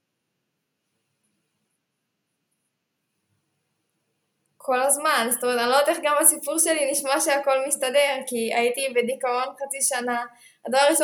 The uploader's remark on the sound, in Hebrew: הפרק הזה הוקלט במטרה להיות הפרק הרביעי בפודקאסט שינויים קבועים, ולכן אולי הפורמט והסאונד עלולים להרגיש לכם טיפה ״שונים״ מהפרקים האחרים.